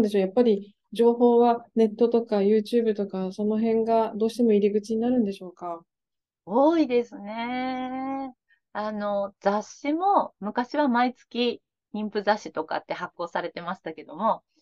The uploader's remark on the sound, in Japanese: 収録場所： オンライン (Zoom)